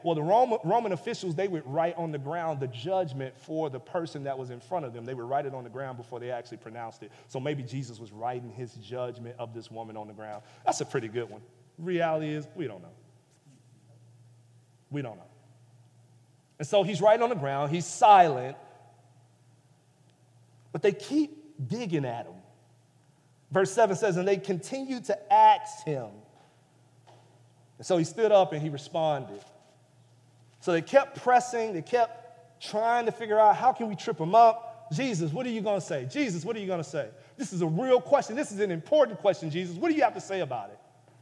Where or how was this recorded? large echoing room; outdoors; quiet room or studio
large echoing room